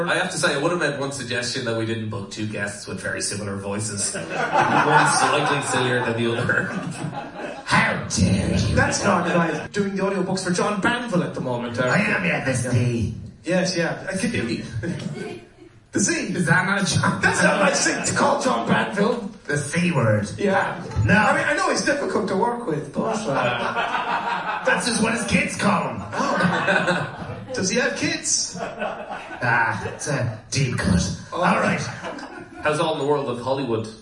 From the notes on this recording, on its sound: LIVE AT DUBLIN POD FEST 2018.